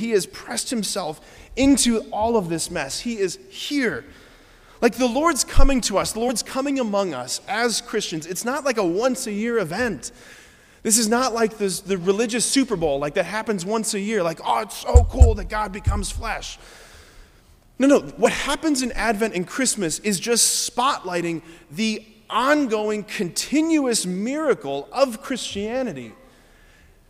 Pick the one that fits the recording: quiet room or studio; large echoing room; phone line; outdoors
large echoing room